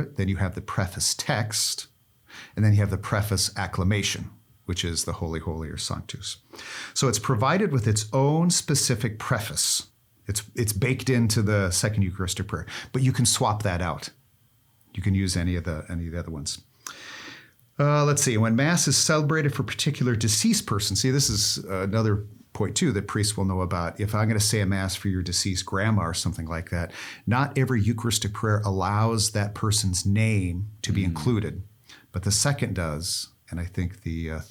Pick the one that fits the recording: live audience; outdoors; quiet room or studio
quiet room or studio